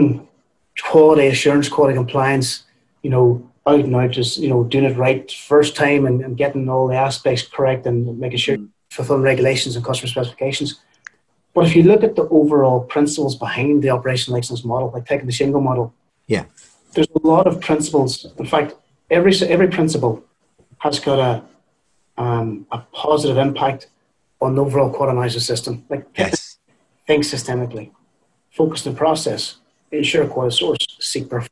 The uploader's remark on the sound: Accelerating Operational Excellence through Rapid Mass Employee Engagement is a webinar recording hosted by Nvolve.